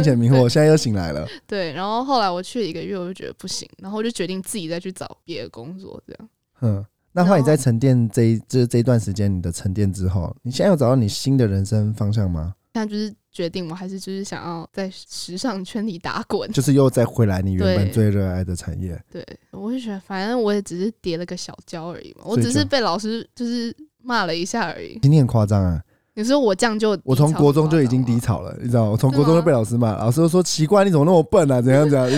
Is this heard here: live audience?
no